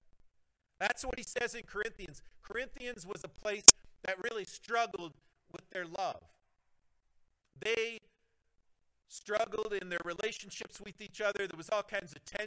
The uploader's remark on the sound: the audio is not spectacular this week